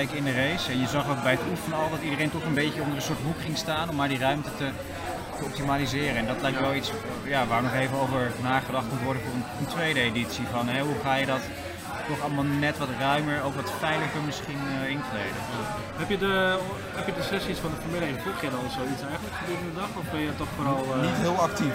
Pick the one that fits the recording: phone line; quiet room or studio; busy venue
busy venue